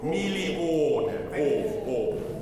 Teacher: You do sometimes get some O, A-W in German, but this is a pure O for sure.